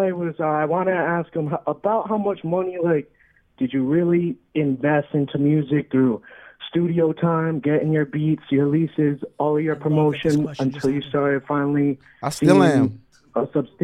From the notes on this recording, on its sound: we took some callers